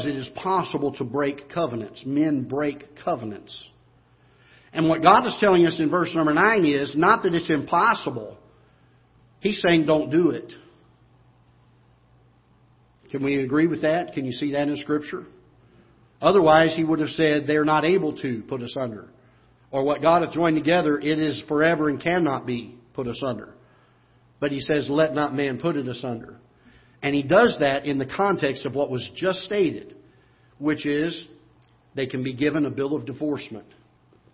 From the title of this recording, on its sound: Ketha Heights Baptist Church ~ Live Broadcast